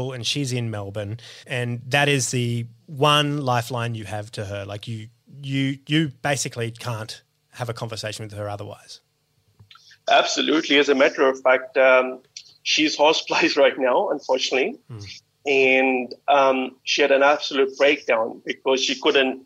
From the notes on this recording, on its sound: Recorded at our homes over Zoom — pumped through the RØDECaster™ Pro — into your ears.